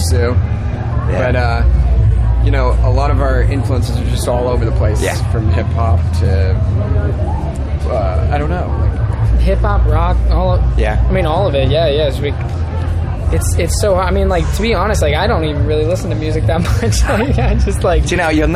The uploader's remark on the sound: TURS All Talk Leeds Festival. After a stellar set at Leeds Festival 2021.